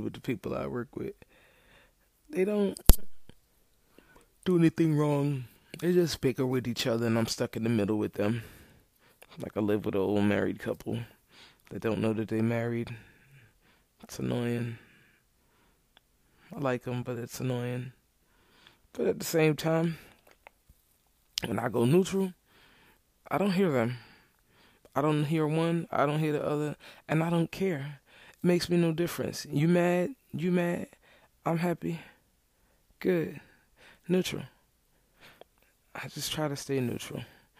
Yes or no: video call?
no